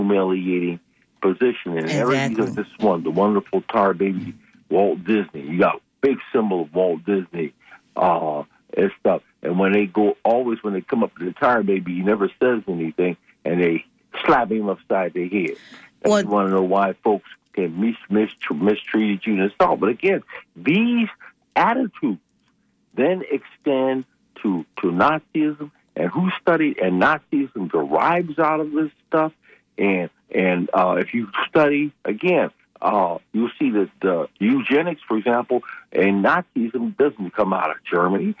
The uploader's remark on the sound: unique magazine format call-in show